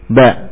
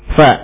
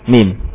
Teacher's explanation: Fa, mim, dan ba dari bibir, ya. Tepatnya ujung bibir, f, ya, pada ujung bibir, ba juga pada ujung bibir, kemudian mim juga dari ujung bibir. · Term: huruf-huruf bibir